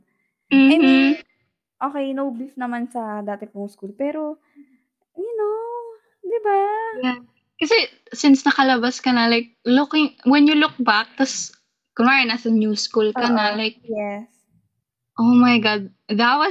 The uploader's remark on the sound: Bear with us as our doggos refused to cooperate.